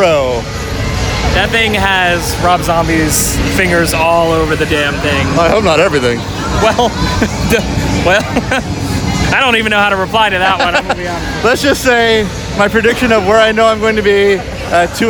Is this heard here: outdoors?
yes